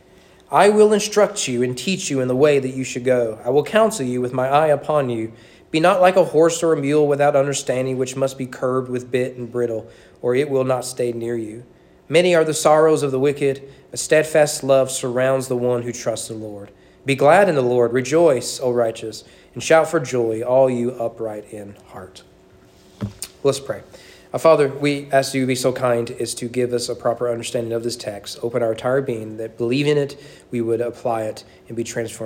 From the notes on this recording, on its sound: Sermon preached at East Frankfort Baptist Church on February 11, 2024 during evening worship.